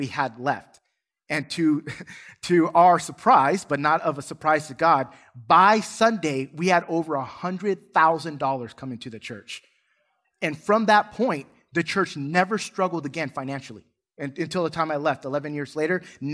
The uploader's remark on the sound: Recorded from South Gate Fellowship in Duncanville, TX on Sunday, March 27, 2022.